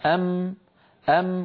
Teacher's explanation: إذن لما يقول الواحد منا أم وتصطدم شفتاه العليا والسفلى، فينحبس الصوت خلف الشفتين وعبر عن ذلك بالأسهم الحمراء، فلا يعود بعد ذلك يمر من جهة الشفتين صوت أبدا ويتحول إلى الخيشوم. · Term: الميم